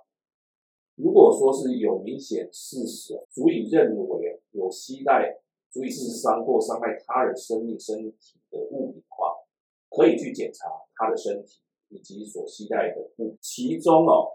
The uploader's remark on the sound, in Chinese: 本集錄音出了一點狀況，還請多多包涵